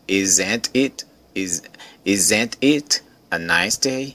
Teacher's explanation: E o S aí com som de Z